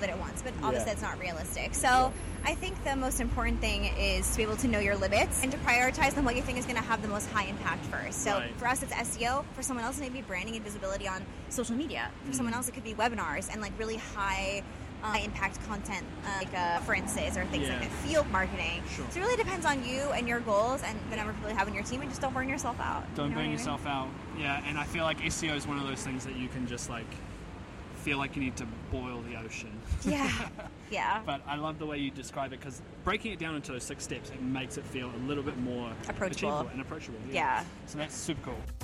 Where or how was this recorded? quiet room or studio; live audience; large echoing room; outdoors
outdoors